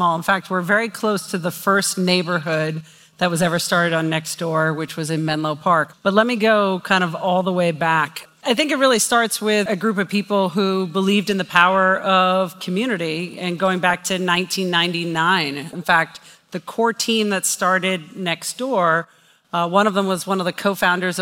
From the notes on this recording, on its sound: This recording is from her talk. At CMX Summit.